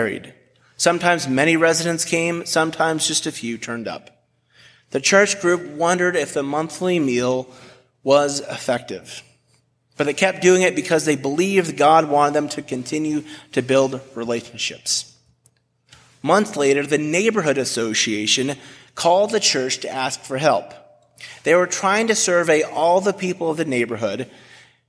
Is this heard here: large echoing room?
yes